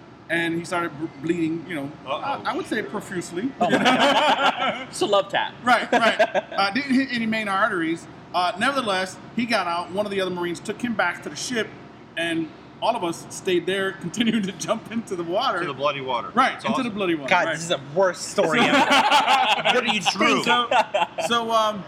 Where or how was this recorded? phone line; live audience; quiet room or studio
live audience